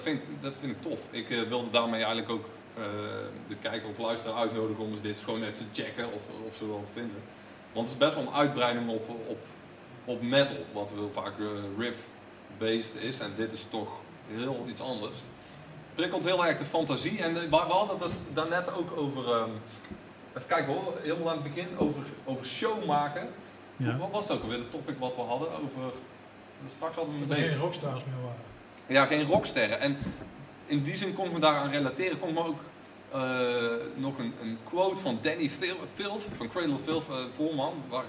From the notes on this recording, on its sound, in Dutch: Metal Inside is terug en live opgenomen van uit Dynamo.